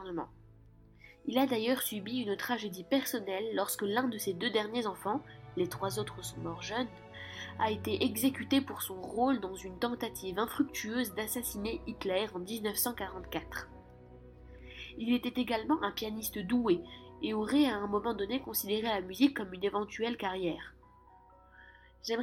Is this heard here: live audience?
no